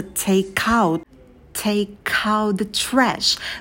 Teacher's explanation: Мы берем конечную «к» и прибавляем к слову out. Получается take out the trash.